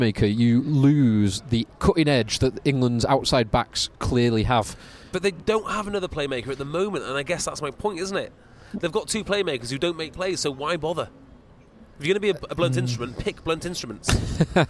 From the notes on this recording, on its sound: Live from the Costa del Salford. The boys risk heat stroke outside the balmy stadium after the Premiership domestic season comes to an end.